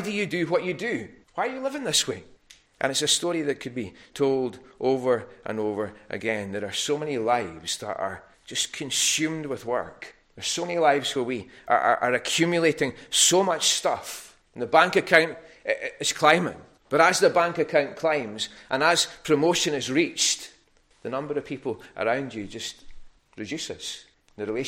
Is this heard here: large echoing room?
yes